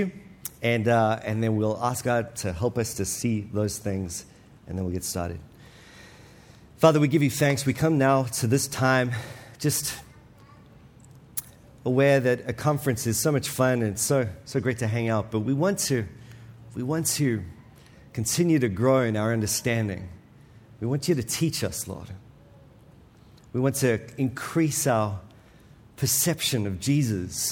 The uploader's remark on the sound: This week's episode is from the 2023 Pactum Conference